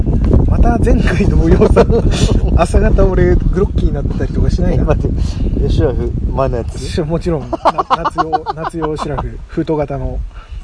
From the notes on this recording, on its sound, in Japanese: 遂にやってきた二人でのキャンプ！結局録り始まったのが夜の消灯直前！外での収録と、収録中の料理、ウイスキーのコルクを抜く音など、ノイズ。